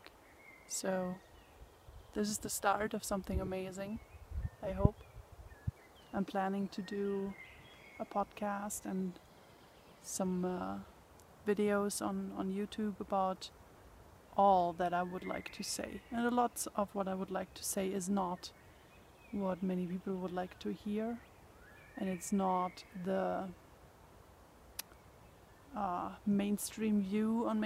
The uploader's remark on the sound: I promise I will take care of the wind noise problem though.